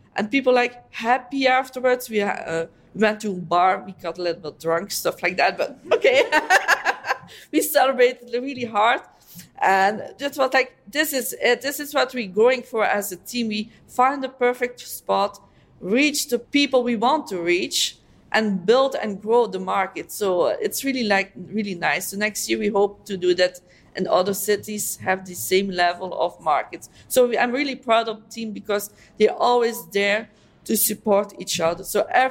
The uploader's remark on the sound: Three European Team Captains take the stage. Recorded live at Etsy’s European Captains’ Summit in Warsaw, Poland.